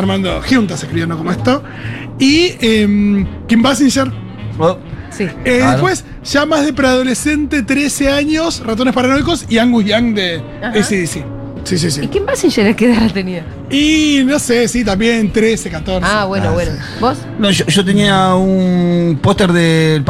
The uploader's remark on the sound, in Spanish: … en vivo en Yunta Bar